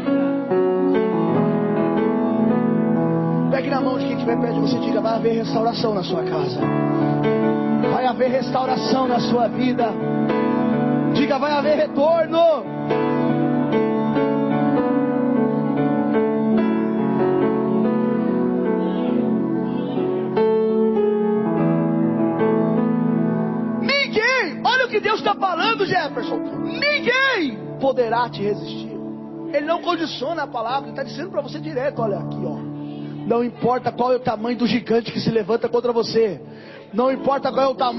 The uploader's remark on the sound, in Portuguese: Mensagem gravada em 02/07/2023 - Culto da Família - Santa Ceia.